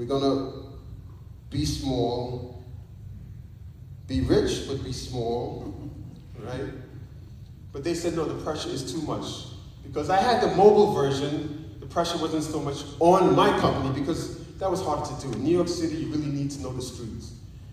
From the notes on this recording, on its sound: Recorded Live at Spring Hill Seventh Day Adventist Church! This is my first live testimony of that journey.